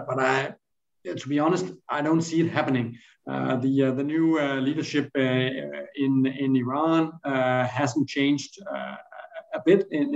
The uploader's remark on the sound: A Reuters Events Webinar